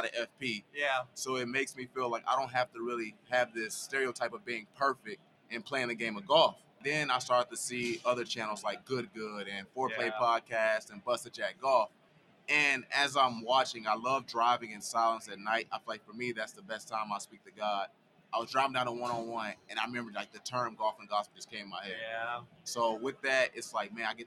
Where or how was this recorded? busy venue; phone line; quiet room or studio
busy venue